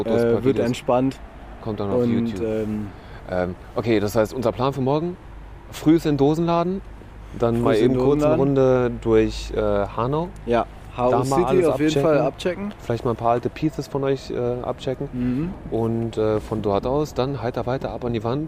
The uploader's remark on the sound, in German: stromern durch das Bahnhofsviertel, schneien im Dosenladen vorbei, malen eine Wand und ihr seid quasi live dabei